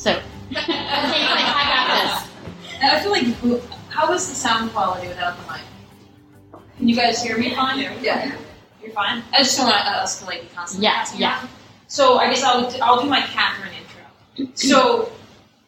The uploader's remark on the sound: Recording was from a live show in NYC where ticket purchases benefited anti-bullying & LGBTQ with elementary school-aged kids.